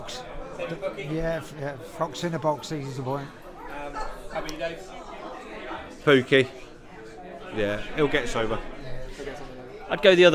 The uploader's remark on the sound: The PinkUn Show 175 is LIVE from The Woolpack in Norwich